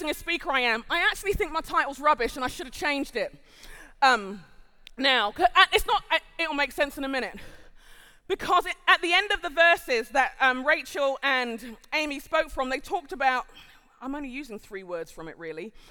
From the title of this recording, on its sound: Live at The Orchard Conference 2023